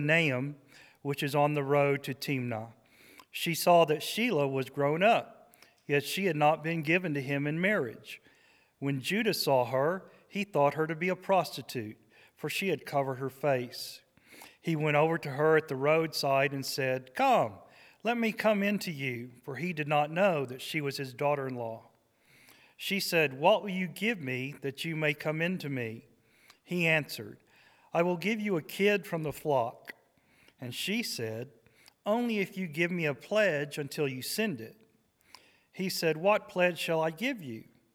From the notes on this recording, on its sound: This is a recording of the scripture and sermon portion of our service on 12/3/23.